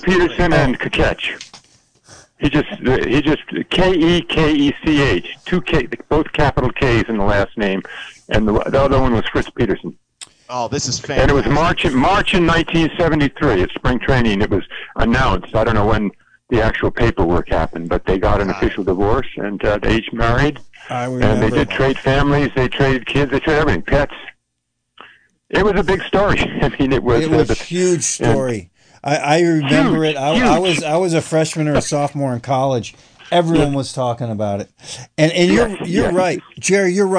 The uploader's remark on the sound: An hour of community call ins about all things sports.